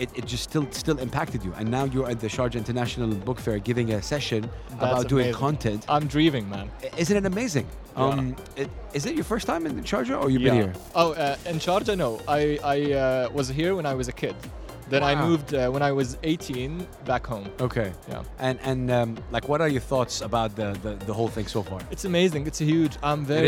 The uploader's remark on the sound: Live from SIBF 2023